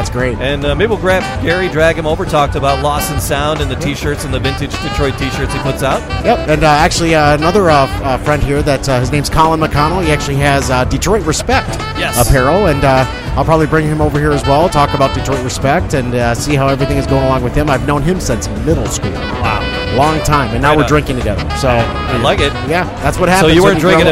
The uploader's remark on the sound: Broadcast live from Whiskey Business at the Royal Oak Farmer&#8217;s Market. Broadcast live from Whiskey Business at the Royal Oak Farmer’s Market. We talk to several distillers, vendors, and whiskey lovers at the event.